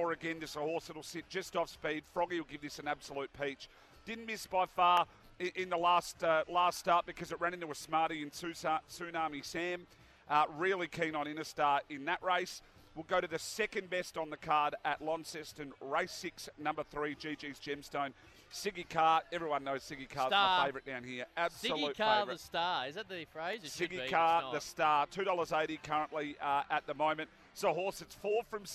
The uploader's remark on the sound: Wednesday Trackside LIVE from Launceston